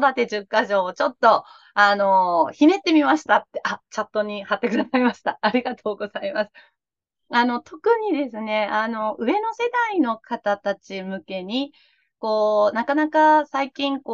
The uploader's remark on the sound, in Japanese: 収録場所： オンライン (Zoom)